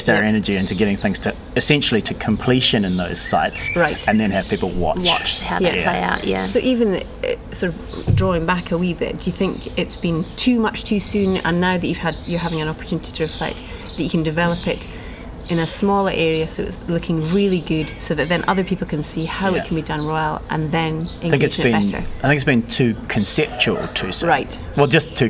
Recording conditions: outdoors